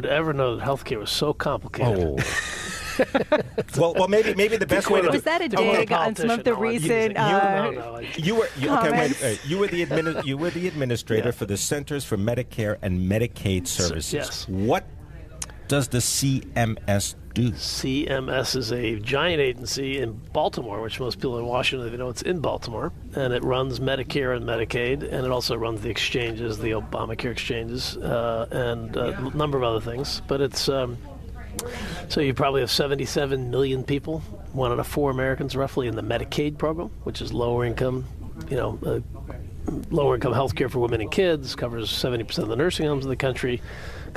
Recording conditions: busy venue